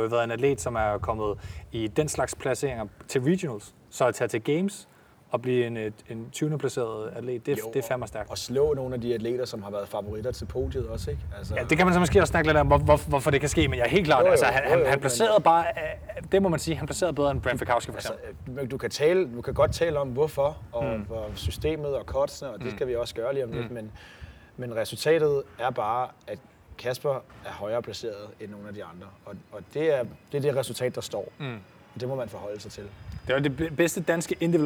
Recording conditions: wind noise